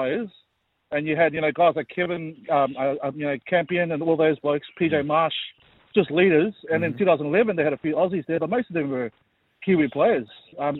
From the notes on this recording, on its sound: Debate with callers. The boys & listeners debated.